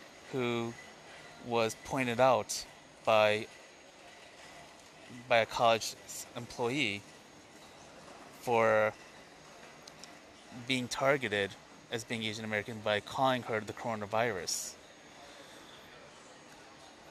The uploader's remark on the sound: I decided to do an impromptu episode, breaking away from my normal podcast routine. Episode aired live from Chicago O'Hare airport as I'm preparing to leave for Los Angeles tonight.